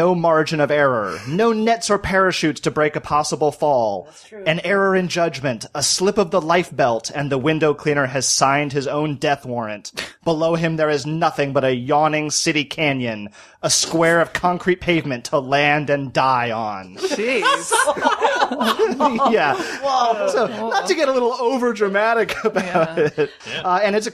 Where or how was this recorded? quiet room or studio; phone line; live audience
quiet room or studio